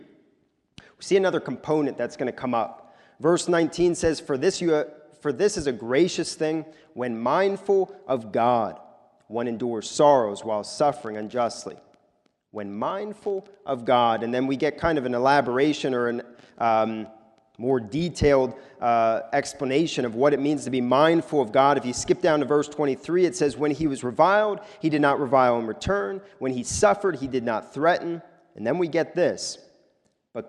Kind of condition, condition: setting, large echoing room